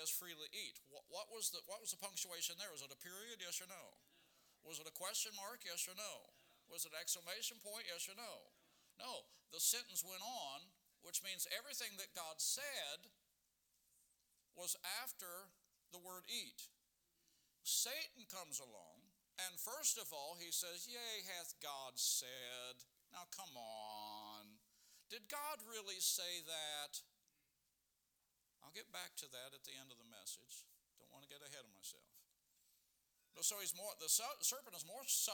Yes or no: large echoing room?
yes